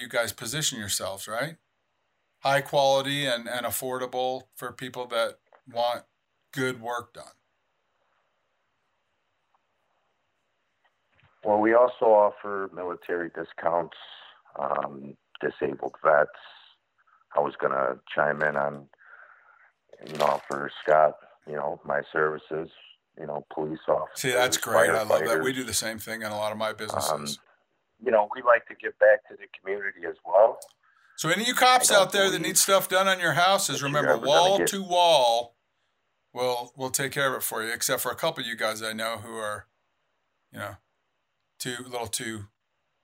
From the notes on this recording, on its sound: call in and talk about their businesses